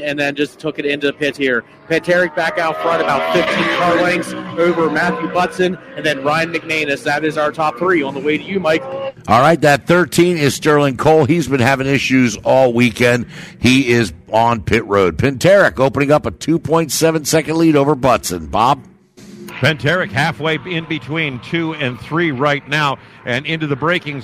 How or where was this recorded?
busy venue